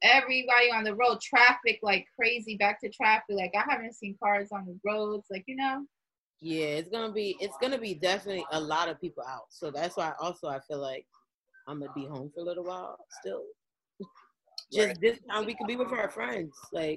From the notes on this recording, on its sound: The girls connect via zoom